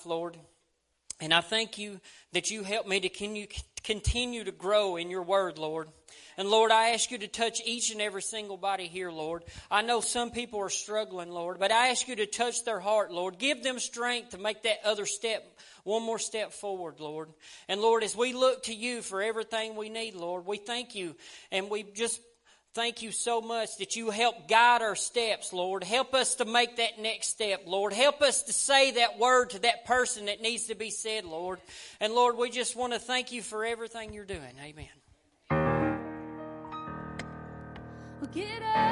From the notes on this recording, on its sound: preaching at Family Worship Center in Athens Tennessee